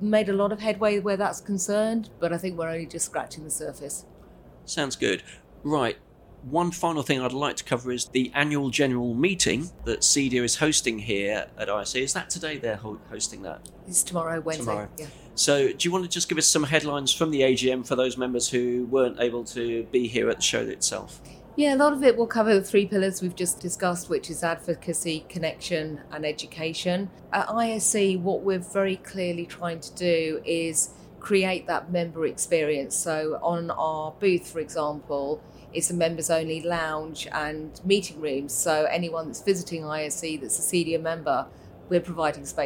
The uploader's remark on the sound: Recorded at ISE 2024.